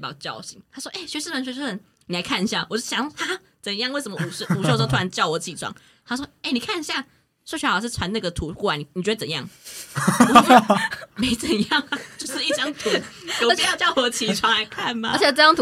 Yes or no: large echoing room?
no